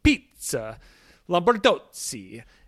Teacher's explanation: the double Z also makes kind of a TS sound instead of a Z sound